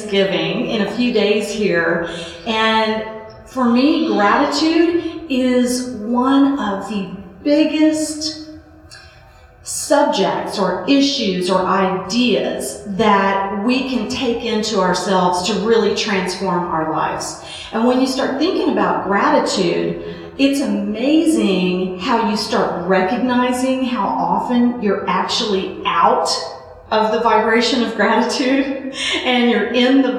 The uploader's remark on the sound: From the live REALM Gathering is full of great music.